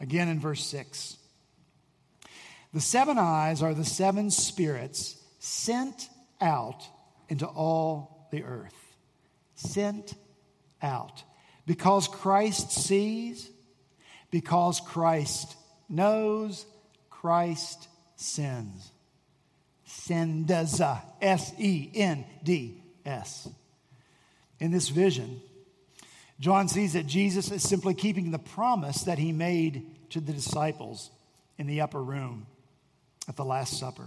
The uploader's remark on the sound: At Redeemer Presbyterian Church in Charleston, SC